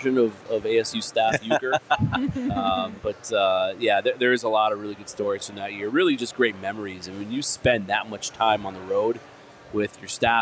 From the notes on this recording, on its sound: Welcome to the show LIVE from Four Peaks.